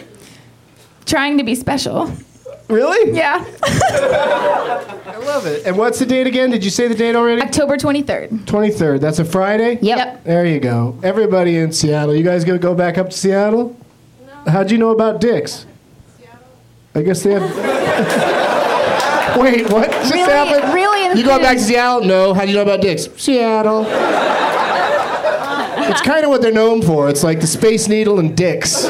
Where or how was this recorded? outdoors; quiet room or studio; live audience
live audience